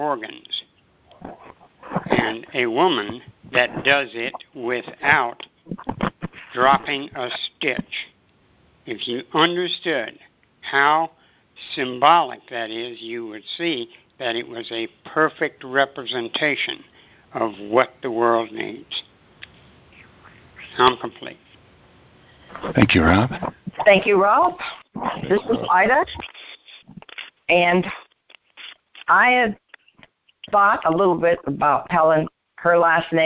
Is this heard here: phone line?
yes